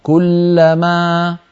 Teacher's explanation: إذا قلت كلما ووقفت عليها لا تختمها بهمزة